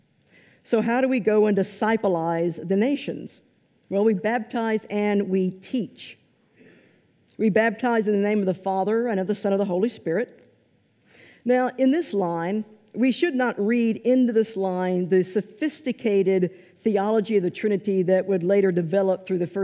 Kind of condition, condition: setting, large echoing room